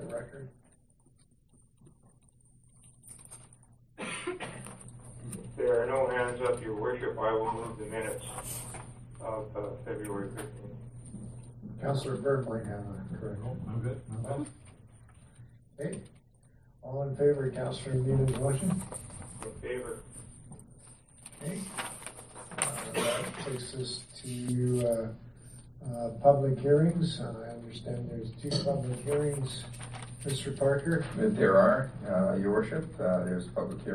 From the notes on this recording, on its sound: Audio recording of the February 27, 2017 Regular Meeting of Peace River's Town Council.